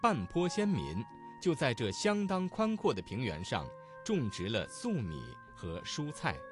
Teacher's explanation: 声母是翘舌音的字有在这的这、种植二字、蔬菜的蔬